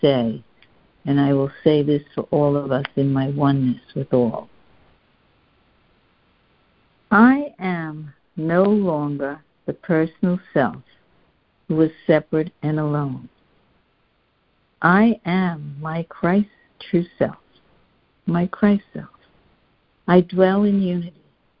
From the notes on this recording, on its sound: joining together on a Free Conference Call